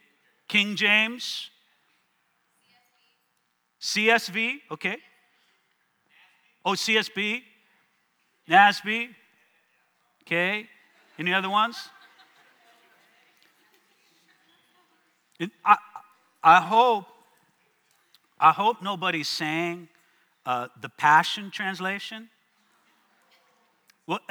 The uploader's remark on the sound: One of our breakouts from the 2023 South Florida Young Adults Conference